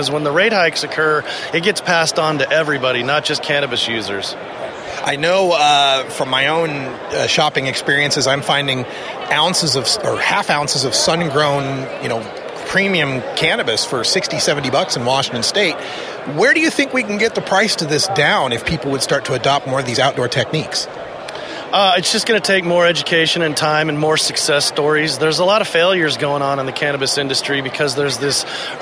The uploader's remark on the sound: From the 2016 Cannabis Collaborative Conference in Portland